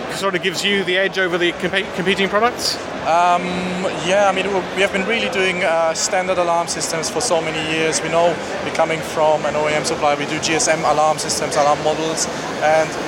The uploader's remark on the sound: In the last of my smart home interviews from Gadget Show Live, I look at one of the new entrants to the market, Smanos.